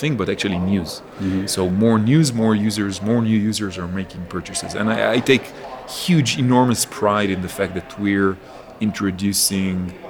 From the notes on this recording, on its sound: This podcast was recorded in San Francisco during the recent Bitcoin 2019 conference.